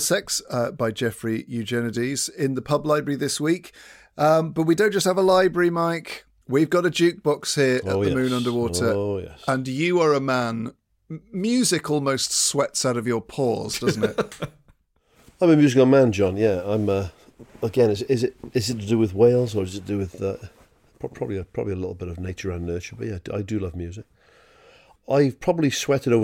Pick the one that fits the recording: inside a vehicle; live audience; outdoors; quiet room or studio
quiet room or studio